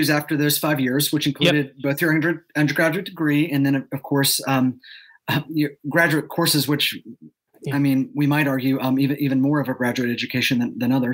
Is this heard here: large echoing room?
no